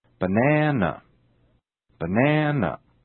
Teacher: Listen now for the lengthening of the vowel in the stressed syllable. · Which syllable is stressed? Banana.That's right, the second syllable is stressed.